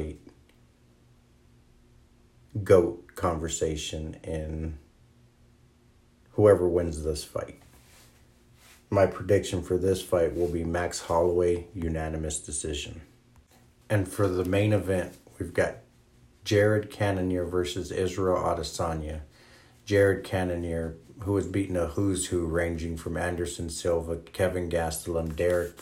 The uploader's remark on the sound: it’s my first one recorded off an iPhone bear with me!